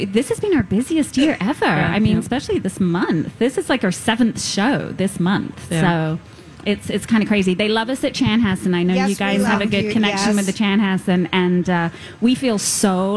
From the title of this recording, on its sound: LIVE from the Minnesota State Fair